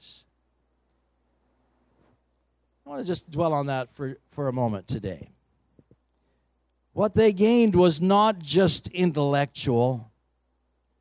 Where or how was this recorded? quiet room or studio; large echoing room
large echoing room